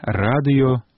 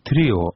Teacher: у адным слове спалучэнне галосных падзеленае зычным гукам, ётам, пра што і сведчыць ё на пісьме, у другім не падзеленае